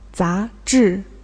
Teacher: The second tone and the fourth tone.